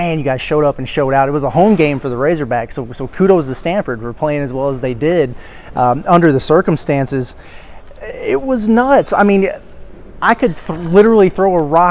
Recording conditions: busy venue